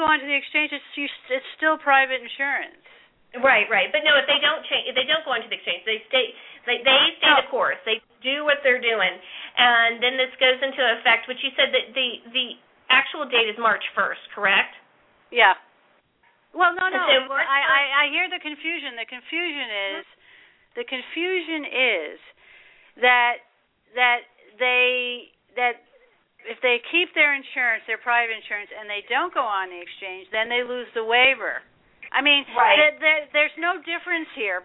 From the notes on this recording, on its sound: This show is an opportunity for listeners to call.